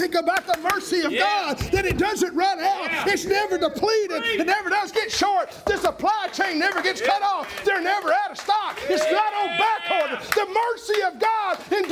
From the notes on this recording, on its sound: was preached October 31, 2021 at Triumphant Baptist Church in Athens, TN.